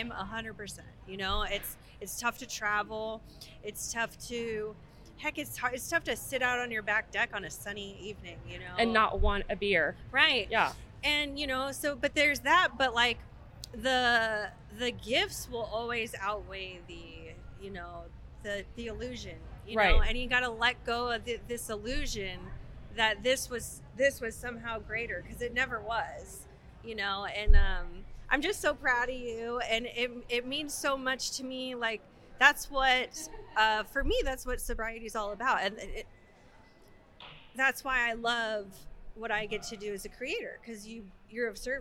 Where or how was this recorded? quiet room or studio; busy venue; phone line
busy venue